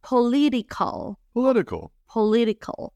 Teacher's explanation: Que la T, cuando está en medio de dos vocales, suena como R, ¿vale? Aquí está en medio de una I y otra I. · Term: el fenómeno de la T